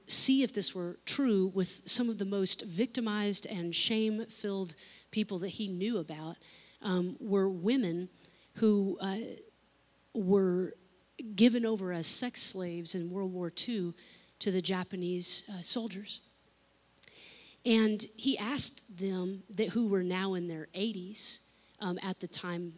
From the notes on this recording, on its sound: unedited recording of the service